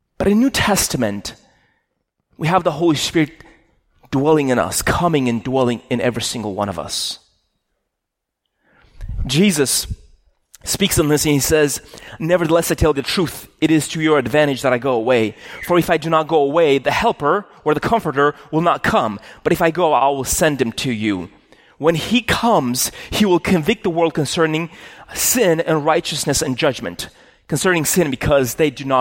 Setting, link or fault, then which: setting, large echoing room